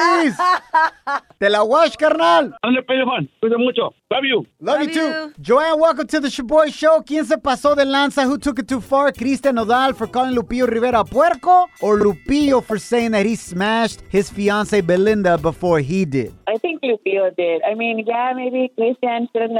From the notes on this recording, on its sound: In today's show we opened up the phone lines.